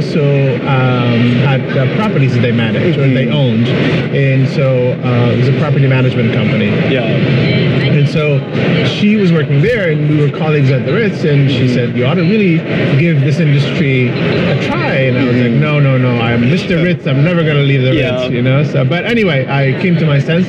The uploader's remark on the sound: LIVE AT NAA